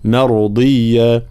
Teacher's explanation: الراء هنا ساكنة مسبوقة بفتح، فإننا نفخمها